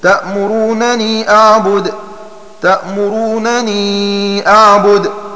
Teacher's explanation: وقرأ نافع وابن عامر بتخفيف النون المكسورة وقرأ غيرهما بتشديدها، فتكون قراءة ابن عامر بنونين خفيفتين الأولى مفتوحة والثانية مكسورة